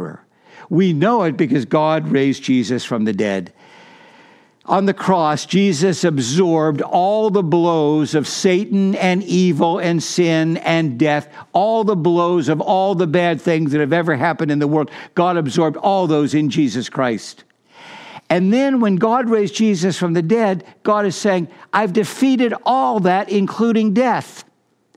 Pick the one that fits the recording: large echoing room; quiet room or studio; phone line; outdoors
large echoing room